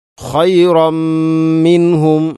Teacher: അതുപോലെ തന്നെ തൻവീനു ശേഷം മീം, ഖൈറം. തൻവീനു ശേഷം മീം വന്നാൽ ഇദ്ഗാം കാമിൽ. പൂർണ്ണമായിട്ടും തൻവീനിനെ മീമിലേക്ക് കൂട്ടിലയിപ്പിച്ചുകൊണ്ട് ഓതണം. ഖൈറം മിൻഹും.